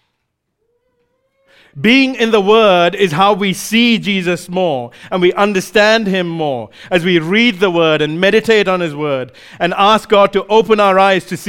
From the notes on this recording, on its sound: recorded live at Grace Community Bible Church